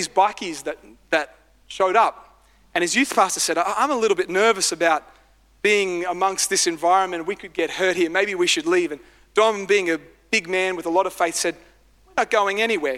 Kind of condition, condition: setting, large echoing room